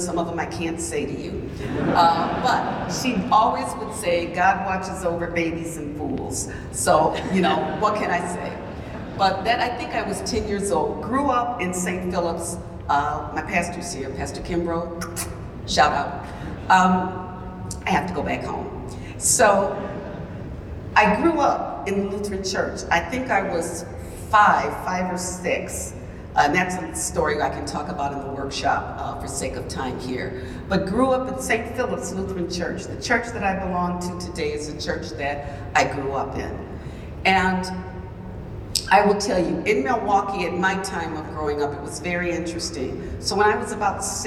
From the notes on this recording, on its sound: In this keynote presentation from the WELS National Conference on Lutheran Leadership. Audio from Vimeo.